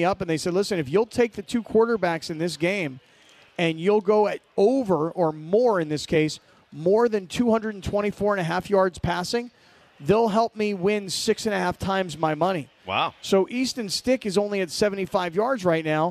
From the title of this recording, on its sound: LIVE From Yaamava!